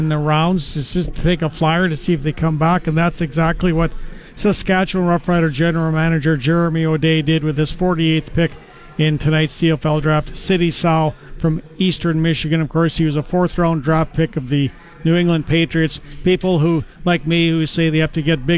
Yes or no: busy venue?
yes